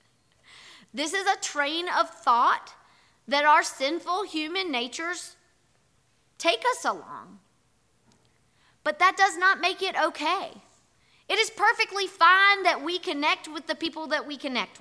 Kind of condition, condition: setting, large echoing room